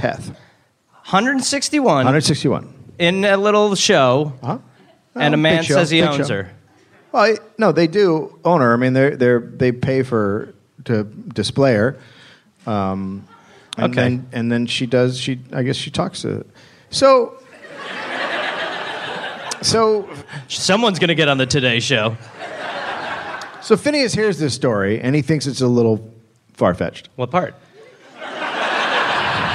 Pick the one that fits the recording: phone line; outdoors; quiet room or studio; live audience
live audience